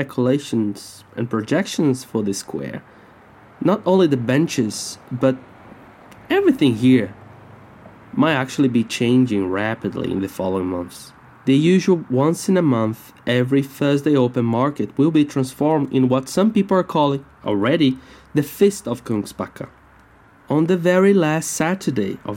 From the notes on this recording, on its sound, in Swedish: Walking towards Kungsbacka torg. Ljudpromenad i Kungsbacka.